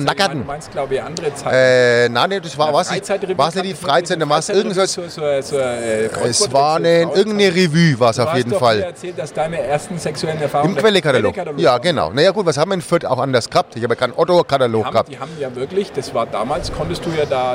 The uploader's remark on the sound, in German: Die Stadtgrenzler live auf der Consumenta